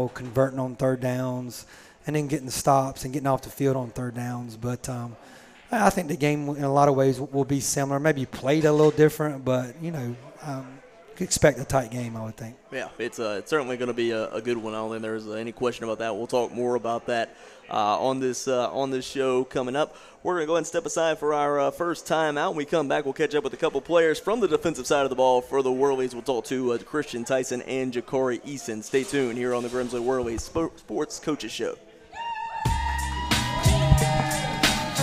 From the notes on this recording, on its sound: Live from Natty Greene's in Greensboro every Monday night 730pm in season.